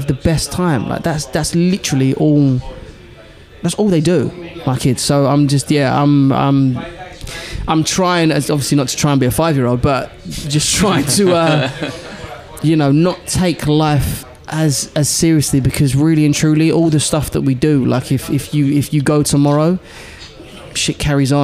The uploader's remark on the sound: in a hotel bar in central London